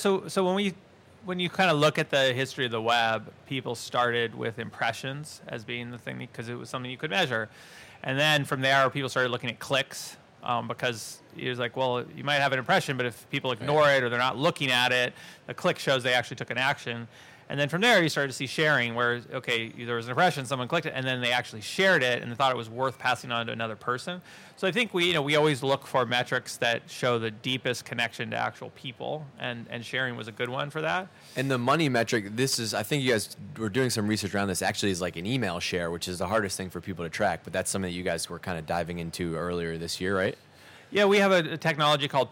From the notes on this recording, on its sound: On this live-recorded episode from INBOUND 2015.